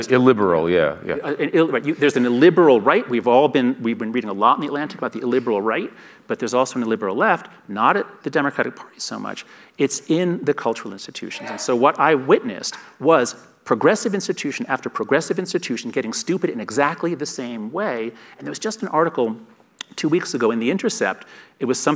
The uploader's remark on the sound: In his conversation onstage. At the Aspen Ideas Festival.